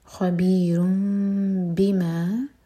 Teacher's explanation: تنوین کے بعد با ہے تو نون کا ساؤنڈ میم میں چینج ہوگا · Term: اقلاب